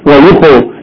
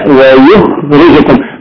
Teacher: نقولها تسكين الخاء جيدا · Shown in: second take